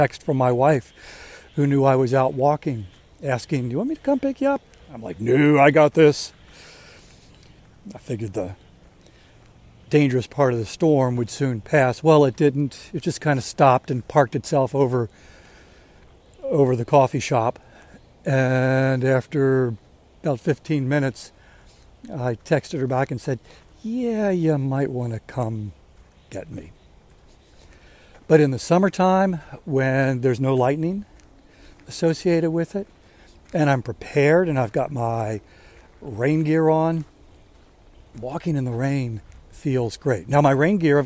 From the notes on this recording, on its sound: waits for the rain to start while he's walking